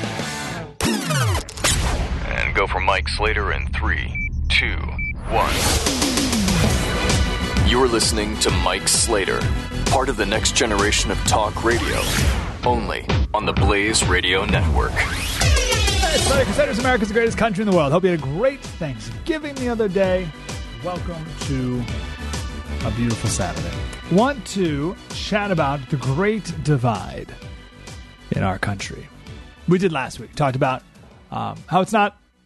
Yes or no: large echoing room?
no